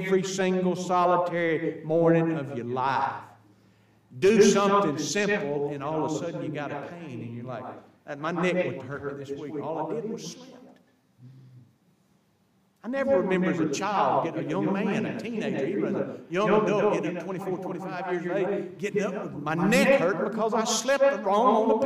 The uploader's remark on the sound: THE AUDIO HAS A BAD ECHO, BUT CAN STILL BE HEARD. We apologize for this issue due to a software glitch.